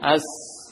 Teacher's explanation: Seperti misalnya dalam yakni huruf sin misalnya as, ada aliran nafas yang keluar panjang.